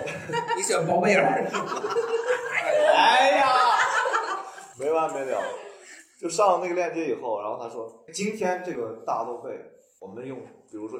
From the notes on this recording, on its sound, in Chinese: 最近两期由于场地不熟悉，设备出了问题，只能用备用素材，所以音质稍有问题。